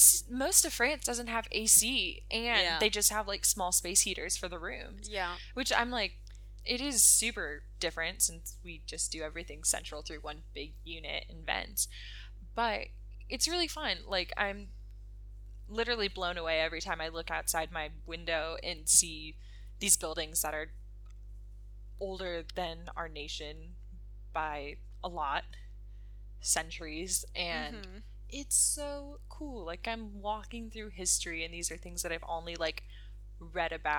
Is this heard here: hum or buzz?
yes